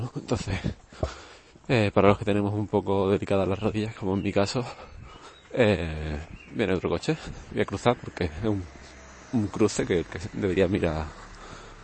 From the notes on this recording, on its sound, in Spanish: He cogido el micrófono y he estado hablando un rato mientras iba al bus. También el episodio está sin pasar por Audacity y por eso tiene un momento la final sin audio.